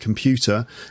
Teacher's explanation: there's an R at the end, but you don't hear me say it, computer, and it's the same for you, although you do the American T sound, I think, computer.